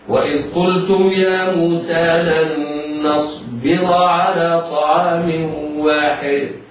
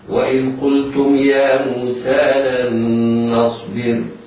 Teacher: راء نصبر مفخمة وصلا لأنها مفتوحة، مرققة وقفا لأنها ساكنة بعد كسر · Term: راء مفتوحة مفخمة